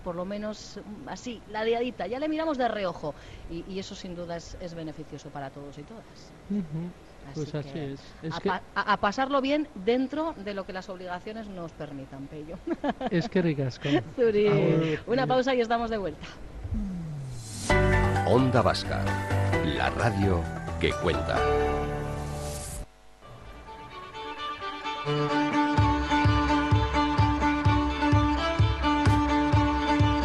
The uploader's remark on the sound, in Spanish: Hoy ha abierto sus puertas en el BEC de Barakaldo la XXX edición de la Bienal de Máquina Herramienta y Euskadi Hoy Magazine lo ha vivido en directo con la compañía de algunas de nuestras empresas allí presentes.